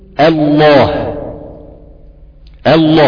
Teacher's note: بتحس انك نطقت همزة وبعدين الحرف على طول من غير لام، حسيت ان اللام دي دخلت في اللي بعدها. · Term: لام شمسية